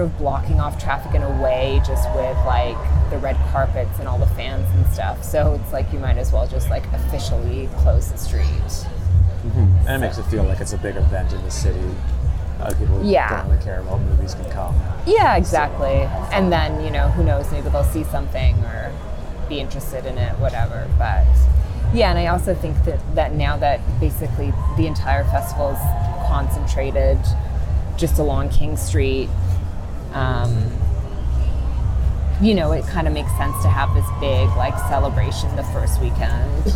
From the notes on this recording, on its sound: We also bring you a live, on-the-ground report from TIFF's Festival Street.